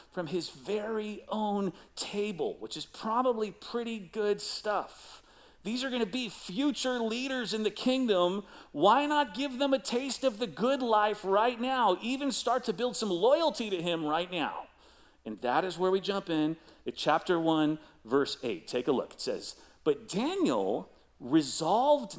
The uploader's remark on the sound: Recorded live at CrossWinds Church on April 16, 2023.